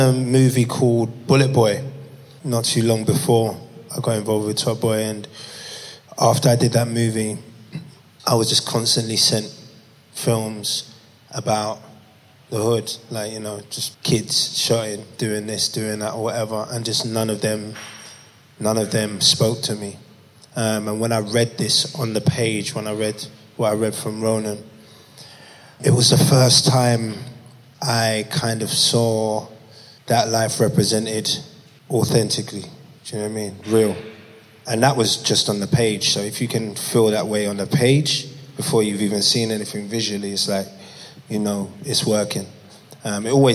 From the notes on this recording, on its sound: In this panel conversation we hear from Top Boy’s top table. A live recording from Top Boy Live, a day of talks and workshops supporting the next generation of British talent in film, TV, music and beyond.